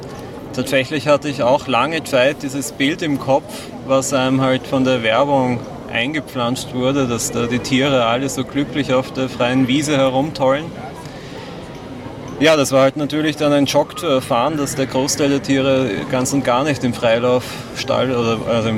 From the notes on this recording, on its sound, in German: Live von der Aktion, um diese Haltungsform zu beenden.